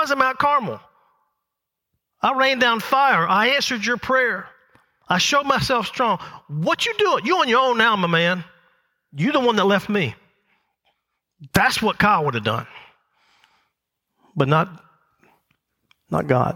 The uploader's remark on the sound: The message recorded live at Covenant.